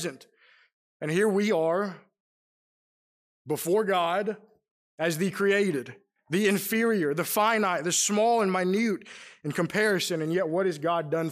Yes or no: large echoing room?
yes